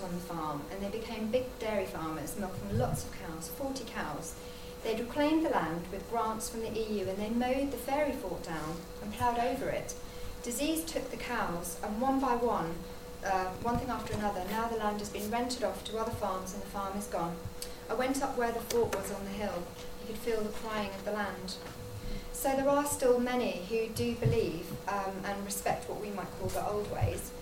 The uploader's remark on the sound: This episode features two guest speakers, recorded live at the flagship conference of The Folklore Society in 2018, held at the Museum of English Rural Life in Reading.